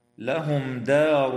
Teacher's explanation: إظهار شفوي للميم الساكنة عند الدال في قوله تعالى لهم دار